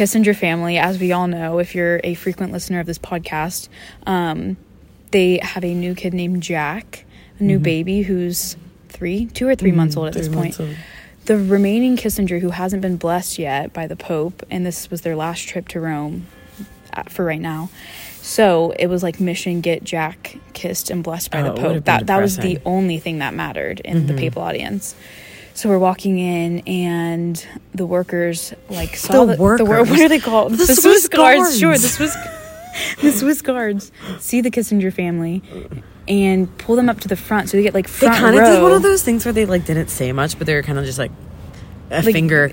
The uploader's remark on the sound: come to you *live* from outside San Rufino, in the beautiful city of Assisi.